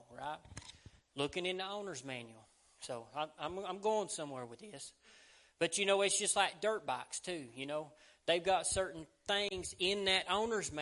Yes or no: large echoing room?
yes